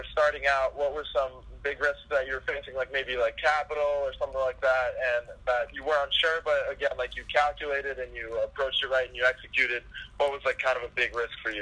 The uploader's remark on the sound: A Phone Call With a USC Student